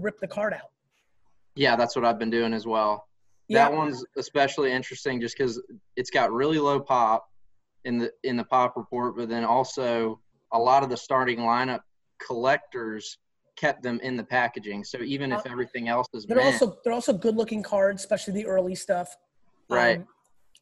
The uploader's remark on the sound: This episode is an exclusive Q&A that I did over the weekend on Zoom